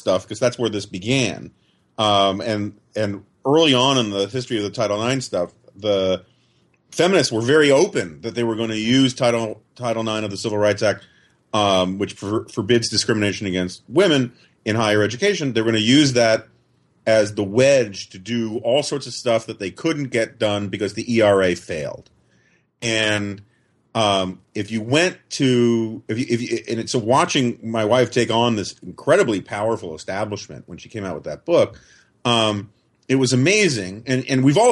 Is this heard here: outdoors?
no